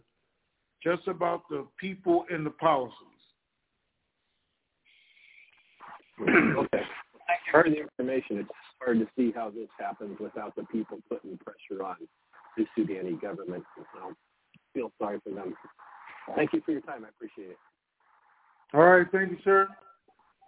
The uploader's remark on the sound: TNTSuperfantastic Conference Call